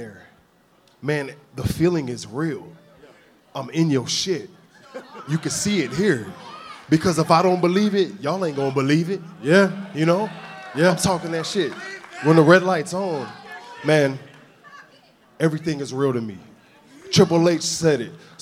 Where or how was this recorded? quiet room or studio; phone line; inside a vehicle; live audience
live audience